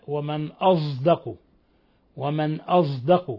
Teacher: قرأ حمزة والكسائي ورويس وخلف بإشمام الصاد صوت الزاي في قوله تعالى ومن أصدق من الله حديثا. ومن أصدق قرأوا هؤلاء ومن أصدق، ومن أصدق هذا هو إشمام الصاد صوت الزاي.